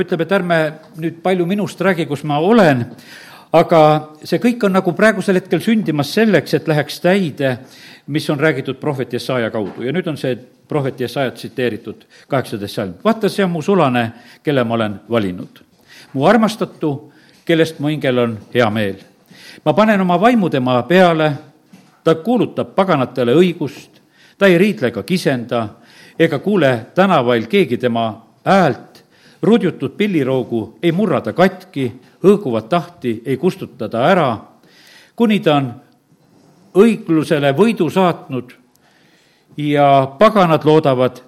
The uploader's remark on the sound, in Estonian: Audio salvestus koosolekult